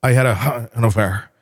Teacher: When he's lying about something or something he feels uncomfortable about, he gets really breathy.